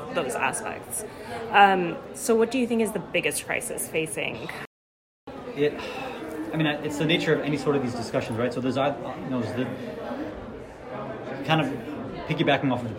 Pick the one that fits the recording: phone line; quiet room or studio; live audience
live audience